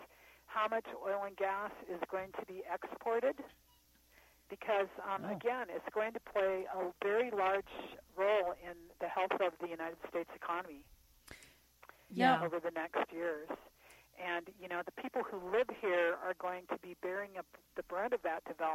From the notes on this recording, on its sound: was on the phone calling in from Clark, Wyoming